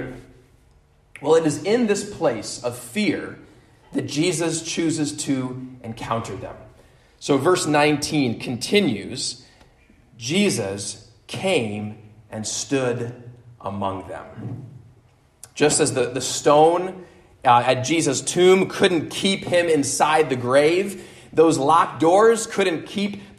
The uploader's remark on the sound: at Immanuel Lutheran Church in Pasadena, CA